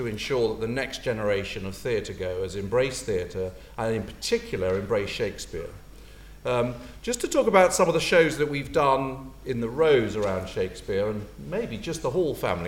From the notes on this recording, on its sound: Recorded on November 17, 2017 at the Rose Theatre, Kingston.